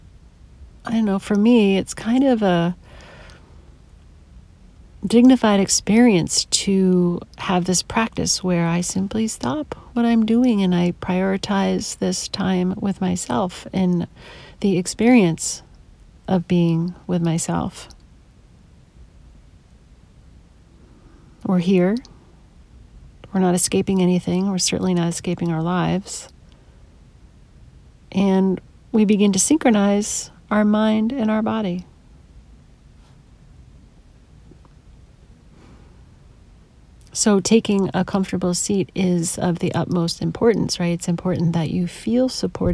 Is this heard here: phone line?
no